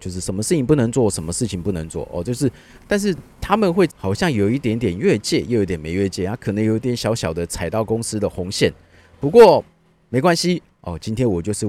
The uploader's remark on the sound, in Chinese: 錄音地點：天母國中外停車格。行動錄音室：HONDA Odyssey （2002）。戶外podcast。